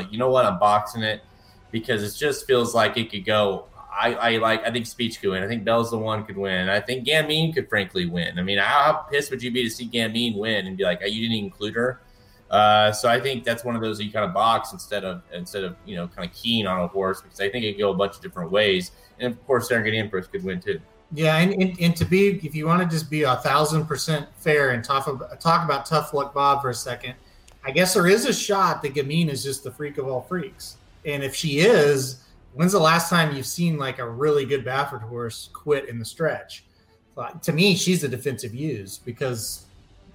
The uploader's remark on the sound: LIVE from Lexington for the 37th annual Breeders’ Cup World Championships at Keeneland